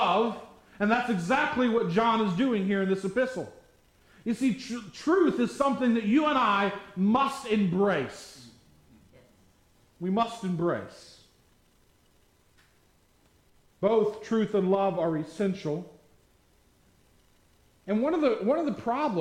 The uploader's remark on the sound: at the Tarrant Bible Methodist Church